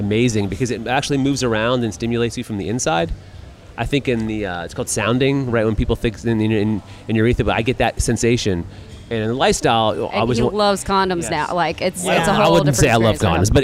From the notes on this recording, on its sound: Join us on location at Hedonism II Resort in Jamaica with Topless Travel.